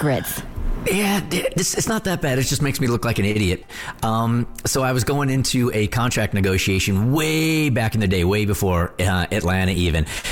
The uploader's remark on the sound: Listeners called in with spicy confessions.